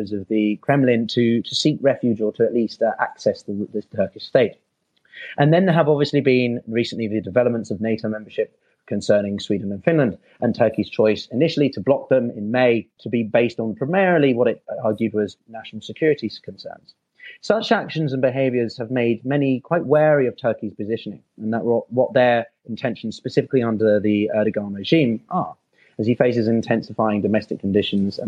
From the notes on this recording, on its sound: recorded on Twitter Spaces